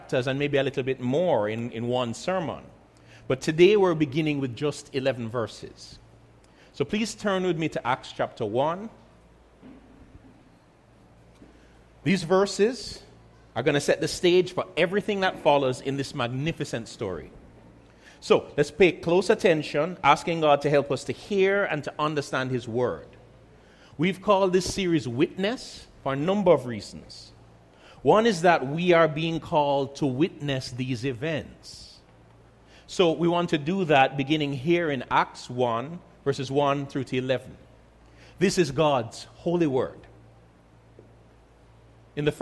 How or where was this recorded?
large echoing room